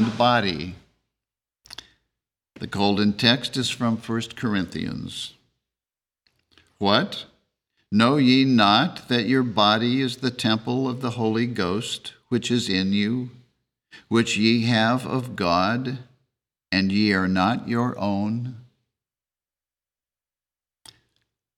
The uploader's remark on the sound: The Sunday service audio from May 21st, 2023.